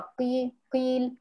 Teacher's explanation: هتلاحظي إن القاف والغين هنا ضعفت جدا جدا · Term: تفخيم نسبي